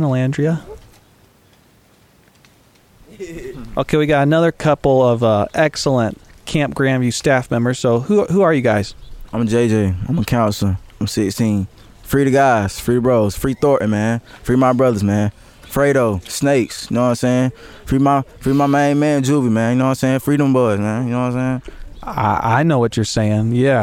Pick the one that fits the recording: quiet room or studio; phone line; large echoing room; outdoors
outdoors